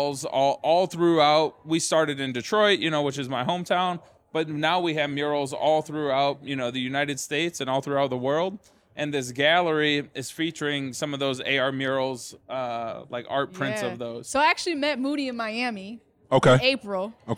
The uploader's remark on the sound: We Went LIVE at the FutureLAND Conference 2023.